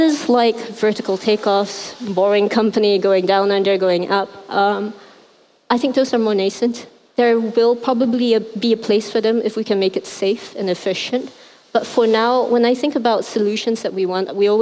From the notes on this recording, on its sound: at the 2018 Rise conference in Hong Kong